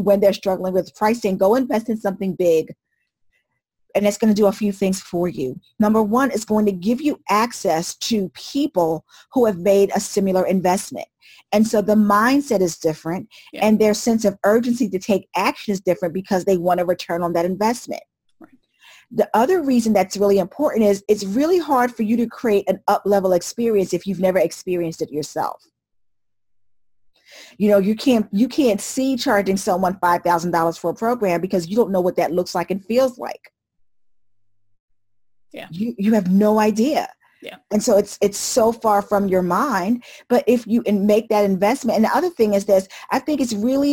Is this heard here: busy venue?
no